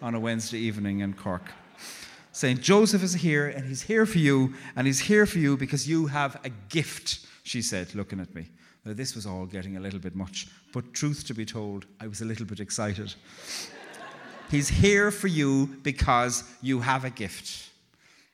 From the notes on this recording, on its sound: Tenx9 is a live event where nine people have up to ten minutes each to tell a true story from their own life.